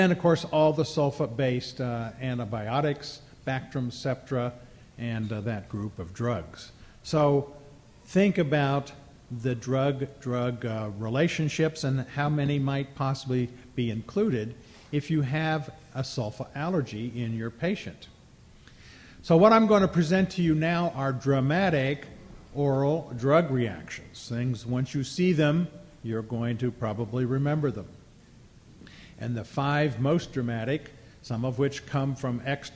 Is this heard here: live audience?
yes